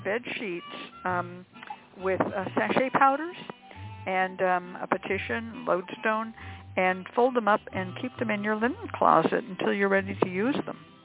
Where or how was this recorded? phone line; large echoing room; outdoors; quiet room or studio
phone line